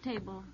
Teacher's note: It's a two-syllable word where the accent is on the first syllable